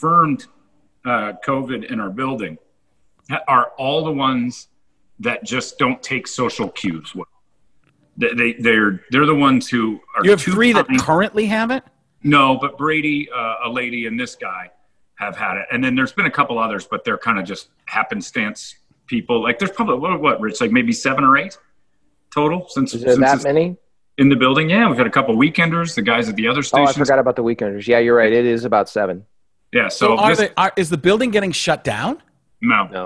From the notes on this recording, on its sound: zoom together with former NFL lineman